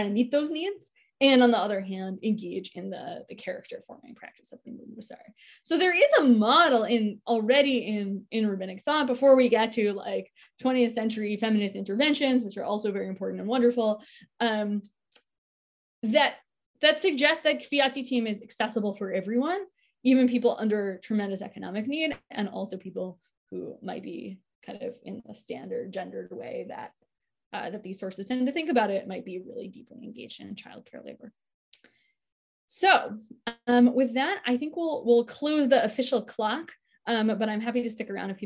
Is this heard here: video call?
yes